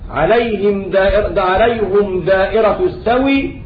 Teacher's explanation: وقد يكون السكون حرف لين، مثال ذلك: عليهم دائرة السوء نقف عليها عليهم دائرة السوء. نقلنا حركة الهمز إلى الساكن قبله وهو حرف لين